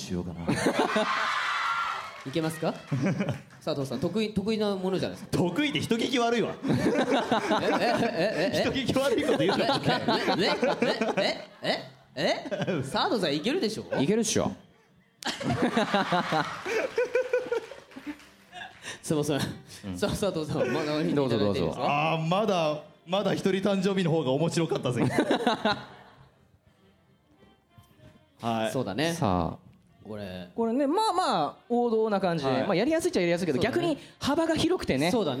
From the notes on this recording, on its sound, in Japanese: 下北沢タウンホールで行われた。100回記念の公開録音の模様をお届けします！